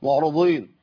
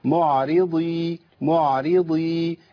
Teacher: معرضي معرضي، الضاد مكسوره تبقى ضعيفه، يبقى ما فخمش الضاد، تفخيم اعلى من تفخيمها، وما ارفعش معاها الراء للتفخيم، والراء اصلا مرققه عندي لانها مكسوره، حفص عنده الراء المكسوره كلها مرققه · Shown in: second take